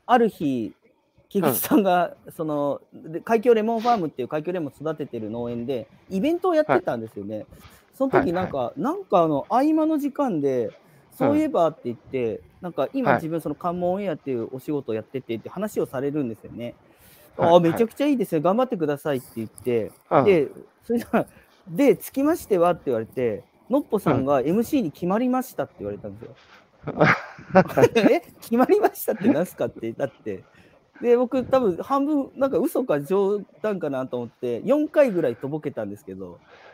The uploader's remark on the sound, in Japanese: 歩きながら1時間、対談する。